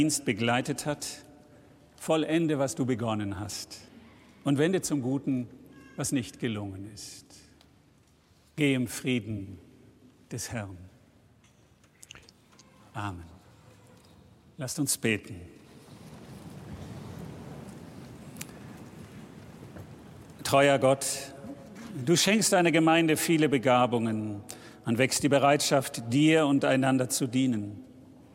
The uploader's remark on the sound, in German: Live-Gottesdienstübertragung aus der St. Lorenz Kirche in Nürnberg.